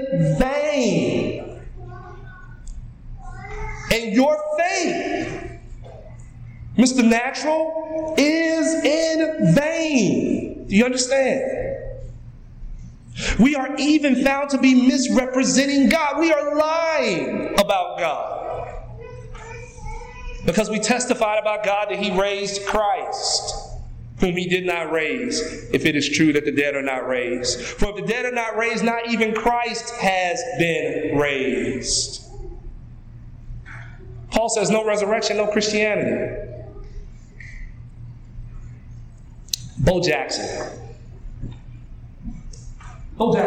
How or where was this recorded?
large echoing room